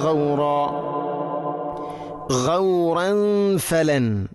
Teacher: തൻവീന് ശേഷം ഫ ഇഖ്ഫാ ബിഗുന്ന, തൻവീനിനെ അവ്യക്തമാക്കി മണിക്കണം